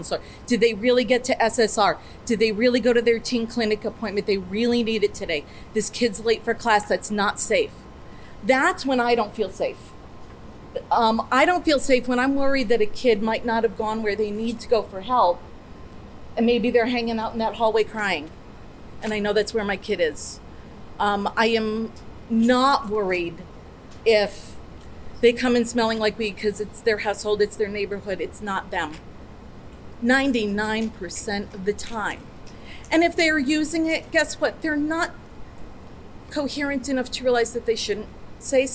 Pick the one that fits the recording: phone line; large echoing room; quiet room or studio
large echoing room